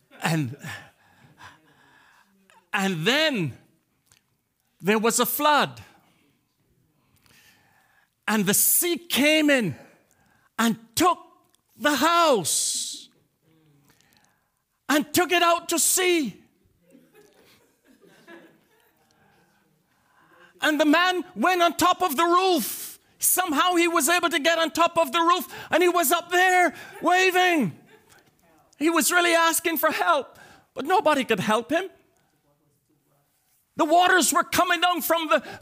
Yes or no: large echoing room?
yes